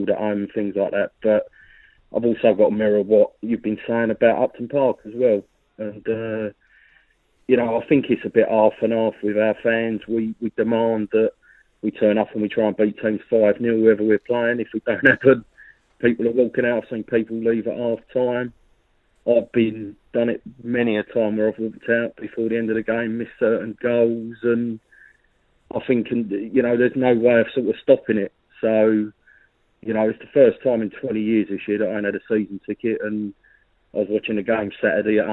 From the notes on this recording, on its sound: had their say on the phones